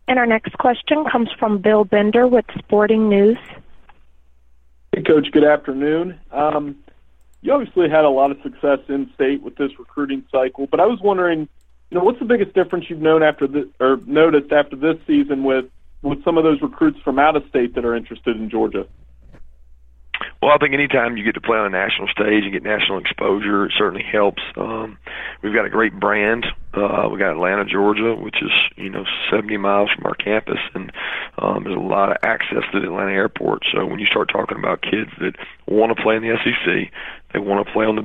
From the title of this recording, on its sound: College Football Playoff Teleconference